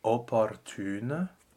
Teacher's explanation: rounding your lips to the U without moving the E shape inside